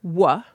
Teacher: If you say the sound W, wuh, you'll notice that your lips come together. It's what linguists would call a bilabial sound, a two-lip sound.